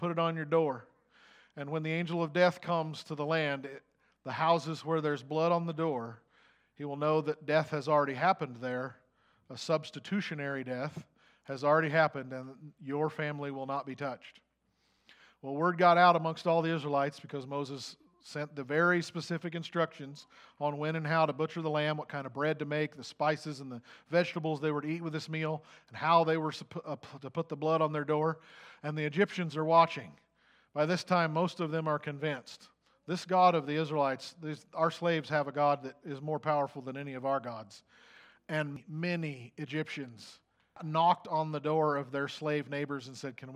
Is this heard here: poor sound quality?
no